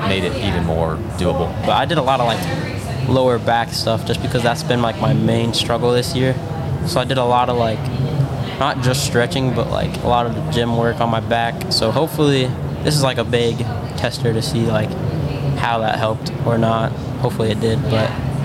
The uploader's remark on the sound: This episode was recorded at Nationals and we were unable to get a soundproof space. There are extra sounds of horns, cheering, and chatter. During the weekend of Cyclocross National Championships in Hartford, Connecticut.